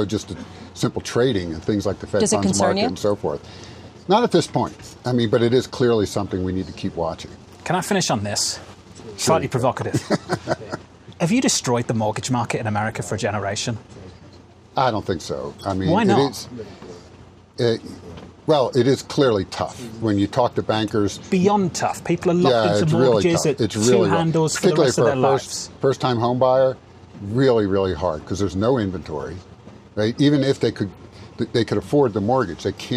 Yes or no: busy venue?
yes